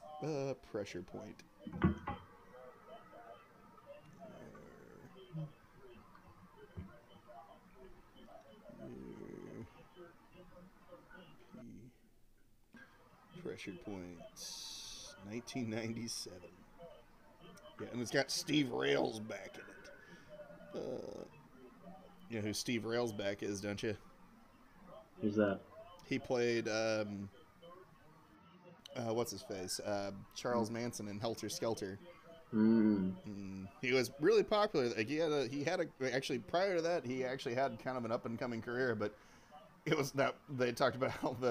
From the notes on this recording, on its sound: I was watching NFL highlights in the background and didn't care to turn them off while recording.